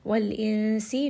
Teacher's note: noon is going to have a ikhfa